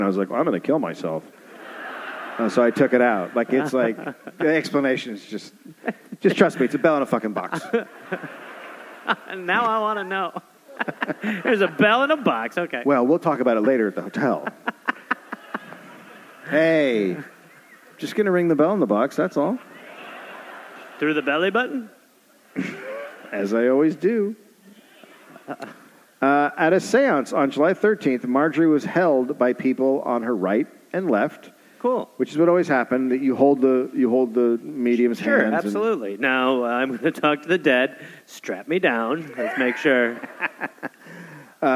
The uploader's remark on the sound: Recorded live at the Wilbur Theater in Boston